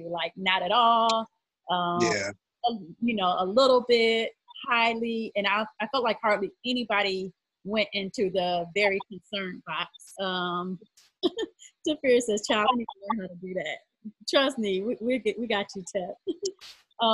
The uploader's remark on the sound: we use facebook live